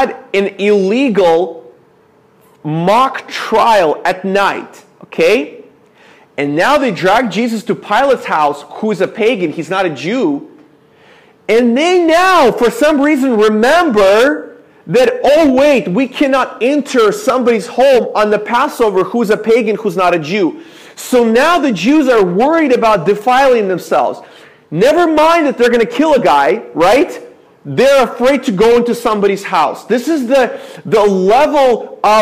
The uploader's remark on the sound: This is a sermon I preached at my church